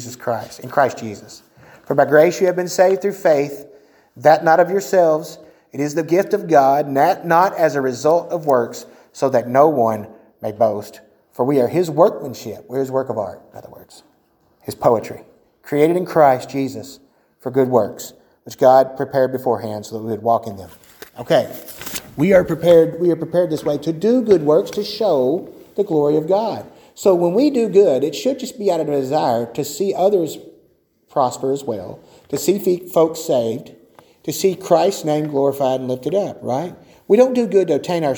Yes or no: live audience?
yes